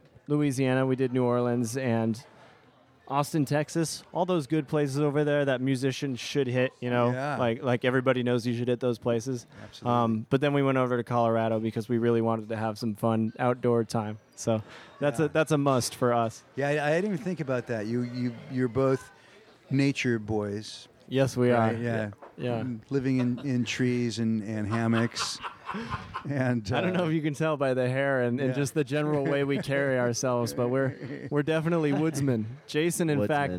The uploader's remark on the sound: Recorded at Wolf House Brewing in Cloverdale, CA. Recorded at Wolf House Brewing in Cloverdale, CA.